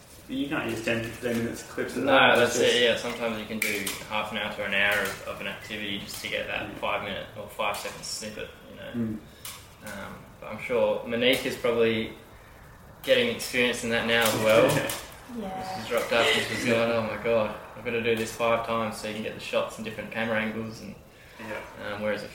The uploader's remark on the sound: SORRY FOR THE AUDIO ISSUES I HAVENT HAD ANY LUCK FIXING IT